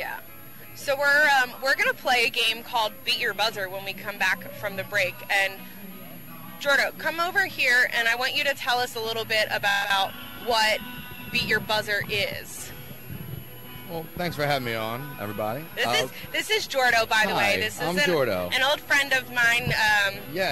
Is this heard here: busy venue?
yes